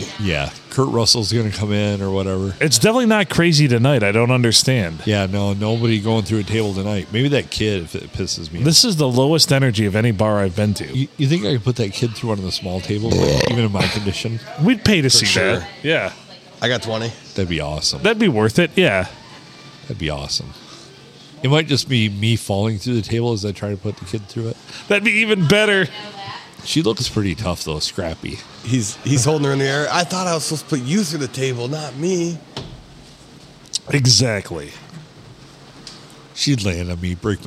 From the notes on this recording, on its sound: Recorded at the Stumble in Minden.